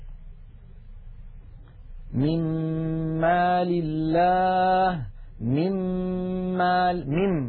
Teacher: ننتقل من الميم الأولى إلى الميم الثانية مشددة